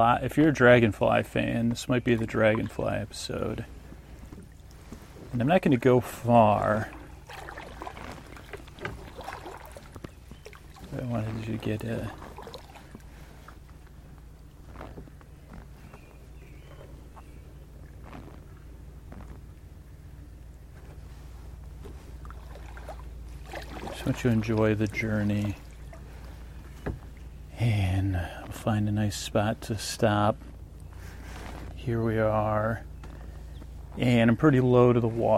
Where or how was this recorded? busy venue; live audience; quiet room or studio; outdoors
outdoors